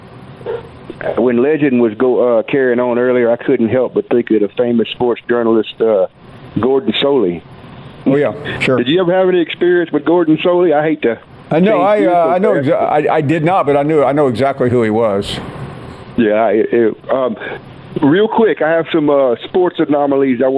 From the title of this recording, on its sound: Callers Continued